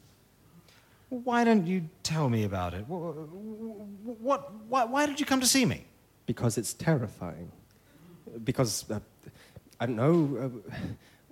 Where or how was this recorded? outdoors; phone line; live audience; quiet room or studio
live audience